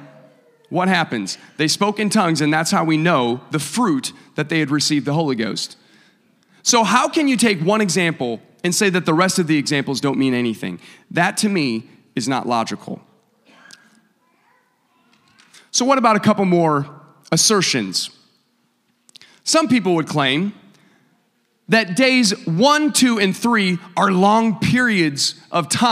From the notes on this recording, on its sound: a service recording from Connect Point UPC